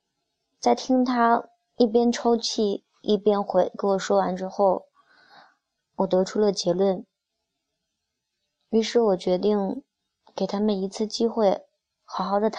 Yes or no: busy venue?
no